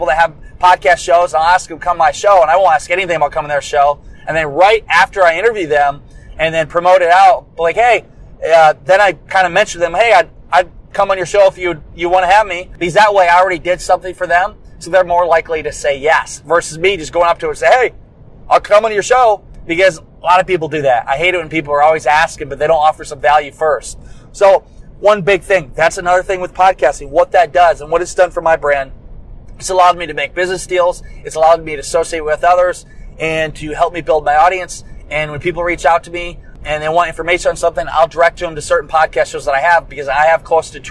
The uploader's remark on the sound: On the long road from Iowa to Orlando, I picked up my mic and hit record. What I am using to record this from the car.